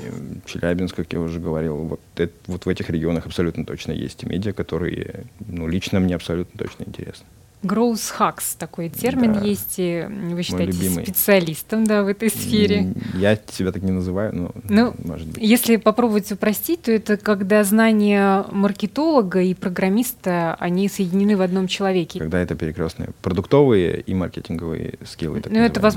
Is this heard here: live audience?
no